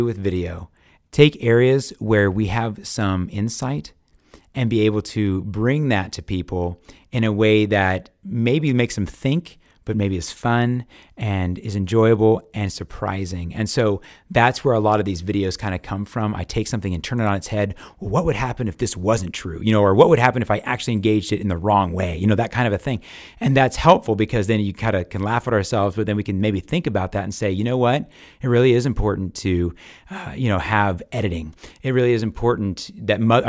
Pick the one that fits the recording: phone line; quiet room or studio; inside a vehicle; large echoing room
quiet room or studio